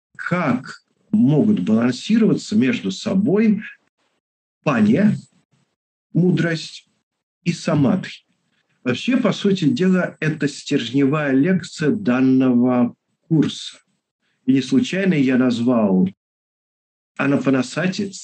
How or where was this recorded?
video call